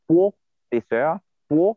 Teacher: In Haitian Creole, you say professeur, pour, like a W, like woo, woo, woo, in English, like water.